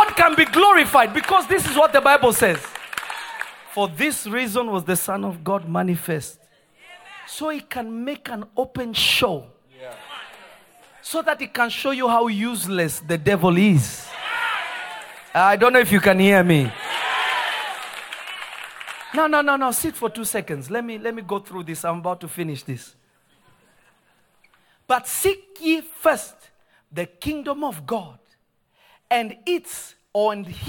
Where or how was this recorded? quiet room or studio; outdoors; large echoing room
large echoing room